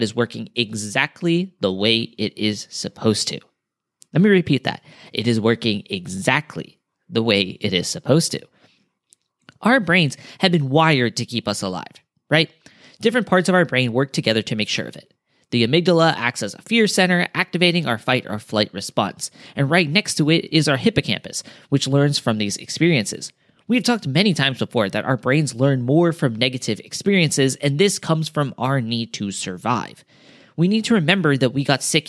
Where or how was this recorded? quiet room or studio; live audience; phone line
quiet room or studio